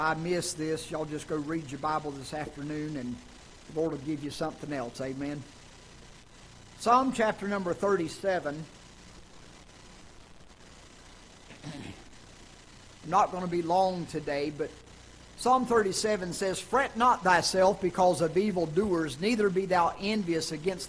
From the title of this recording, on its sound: Ketha Heights Baptist Church ~ Live Broadcast